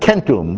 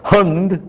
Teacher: The K becomes an H in Germanic. · Shown in: second take